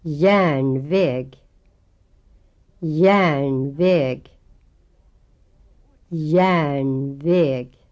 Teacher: You can hear how much broader and more open the ä sound is if it's followed by an r. Take the word järnväg, railroad, where you have an example of both types of long ä.